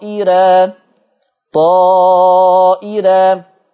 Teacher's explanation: ولا ننسى إنها مد ست حركات، ولا ننسى إن بقت الراء المفتوحة دي قبلها همزة مكسورة، فيبقى على أصل الكلام في القواعد بتاعت ورشة هنرقق الراء